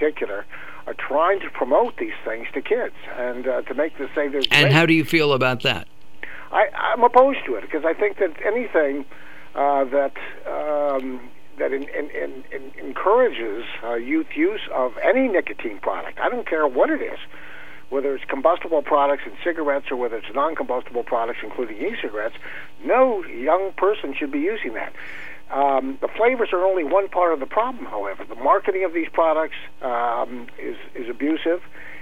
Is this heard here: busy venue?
no